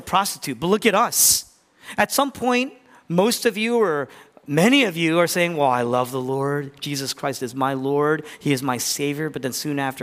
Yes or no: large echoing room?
yes